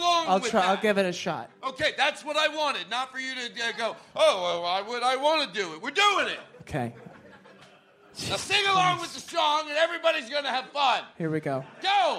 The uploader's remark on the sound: This episode is live from San Francisco Sketchfest